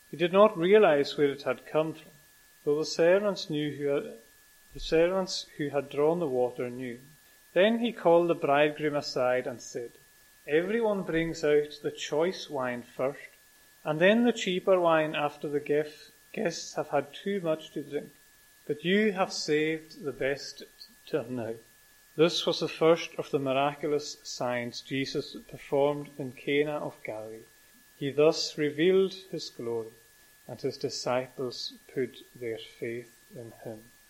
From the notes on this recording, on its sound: recorded at North Harris Free Church on the evening of Sunday 10th July 2022